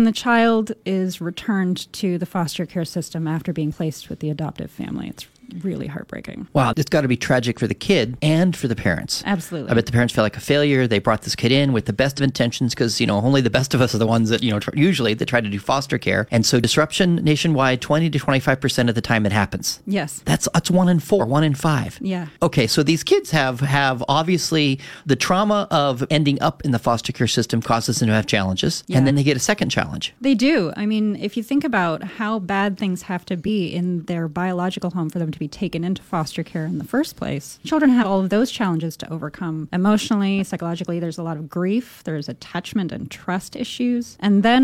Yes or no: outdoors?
no